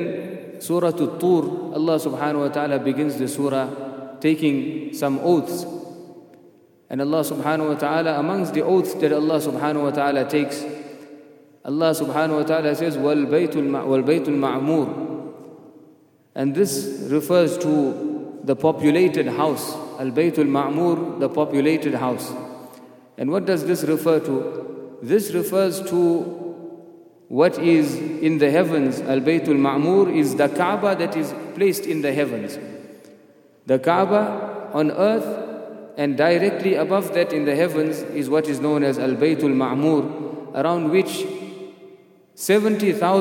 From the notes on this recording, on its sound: at the Houghton Masjid (West Street)